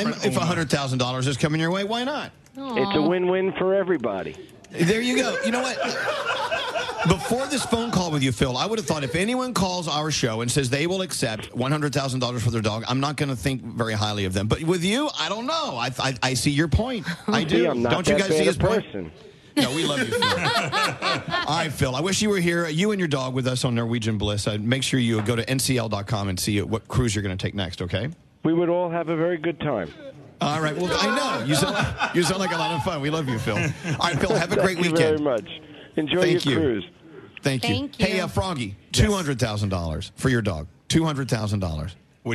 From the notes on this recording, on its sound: We broadcast LIVE from Norwegian Bliss!